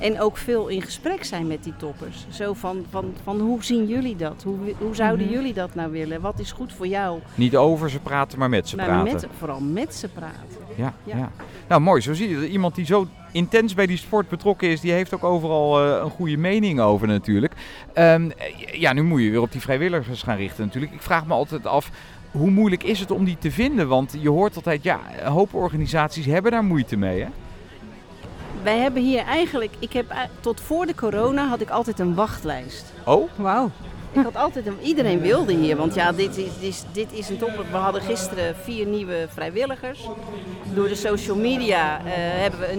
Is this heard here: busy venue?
yes